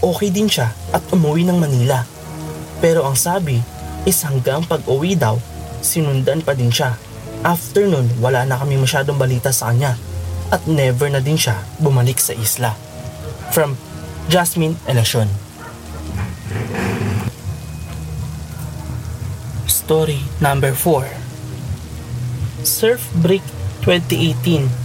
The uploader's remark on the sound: Relaxing rain sound in the background too!